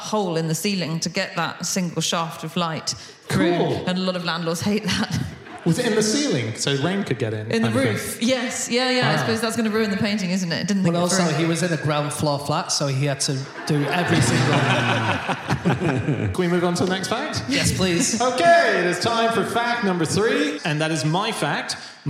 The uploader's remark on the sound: Live from Birmingham it's the Fish Christmas Special!